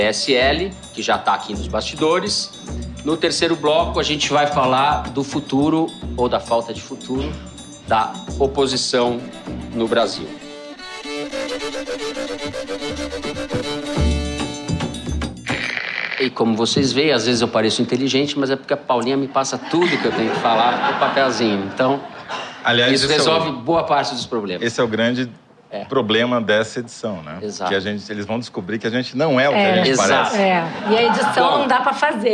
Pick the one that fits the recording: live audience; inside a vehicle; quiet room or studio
live audience